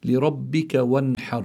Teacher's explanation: يعني لابد من إخراج النون من مخرجها من غير غنة · Term: إظهار النون